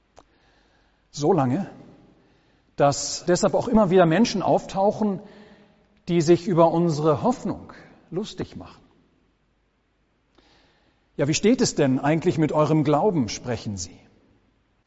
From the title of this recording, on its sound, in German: Gottesdienst